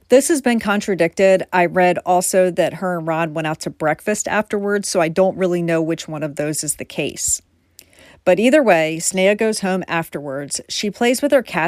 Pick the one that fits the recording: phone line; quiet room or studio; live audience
quiet room or studio